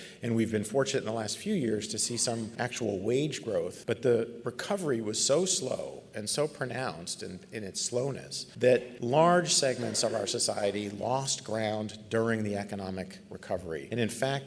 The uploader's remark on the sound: This special podcast was recorded live at the 2019 Chronic Disease Academy.